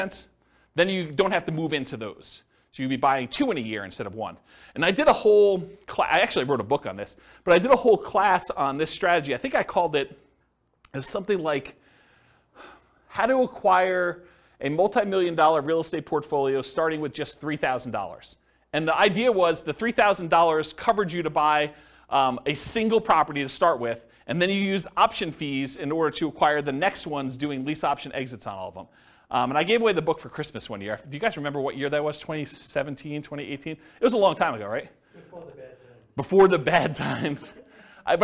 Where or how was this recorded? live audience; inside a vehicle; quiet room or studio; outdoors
live audience